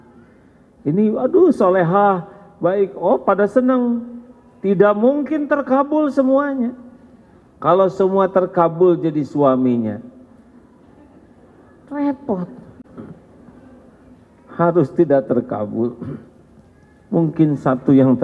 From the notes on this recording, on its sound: live dari Masjid TSM Bandung